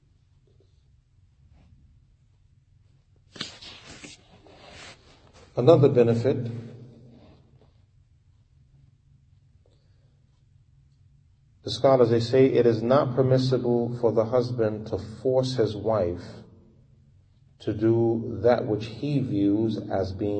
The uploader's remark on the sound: Lecture given at Masjid Nur Allah, Queens, NY